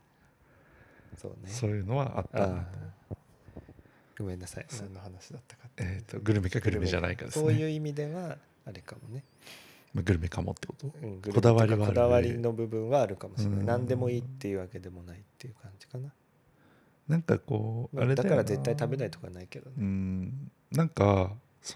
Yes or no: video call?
no